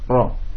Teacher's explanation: ketika antum menyebutkan huruf ra, maka ujung lidah bergetar · Term: takrir